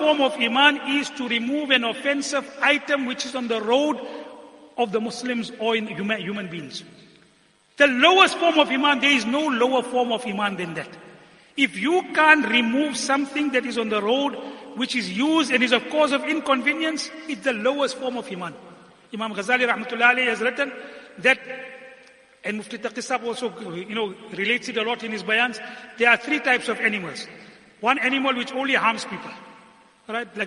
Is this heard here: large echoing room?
yes